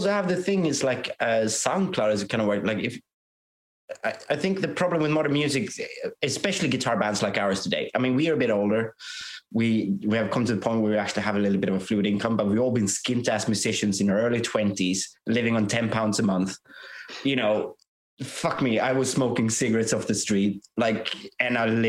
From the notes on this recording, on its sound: We had some timing issues with Zoom. There’s some interesting edits in here.